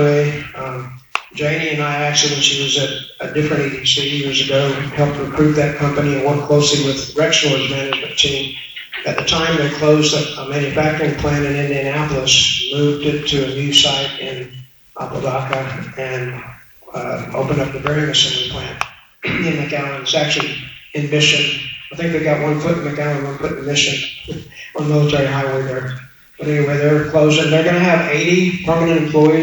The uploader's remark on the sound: BROWNSVILLE, Texas. At their most recent monthly meeting. Around 80 people attended the meeting, which was held at Rancho Viejo Conference Center.